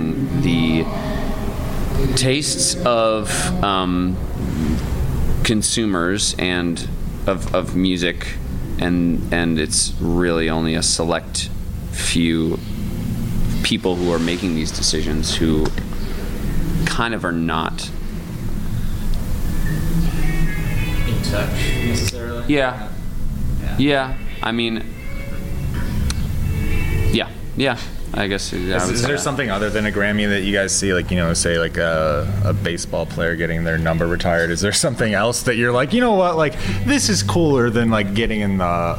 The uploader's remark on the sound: Backstage before their sold out show at Chicago&#8217;s Aragon Ballroom. Backstage before their sold out show at Chicago’s Aragon Ballroom.